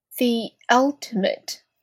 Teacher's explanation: 开头呢是一个小口的啊，接着是一个 L 的舌侧音